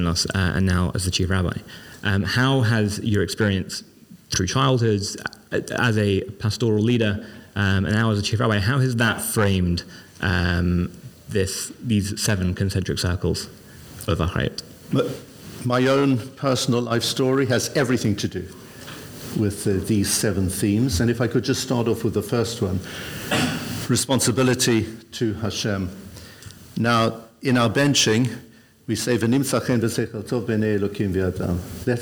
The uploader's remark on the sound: This episode of the Koren Podcast was recorded in front of a live audience! This time in London as part of the Mizrachi UK Weekend of Inspiration, one of the biggest events in the Religious Zionist calendar in Europe. LIVE at the Mizrachi UK Day of Inspiration.